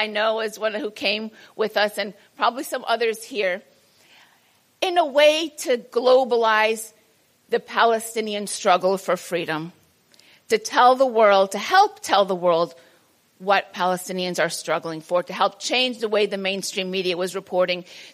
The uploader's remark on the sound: a presentation made at the 2022 Transcending the Israel lobby at Home & Abroad conference held on March 4 at the National Press Club